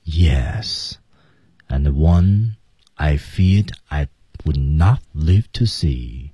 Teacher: I feared 那个 D 失去爆破 I would not would 失去爆破 not 失去爆破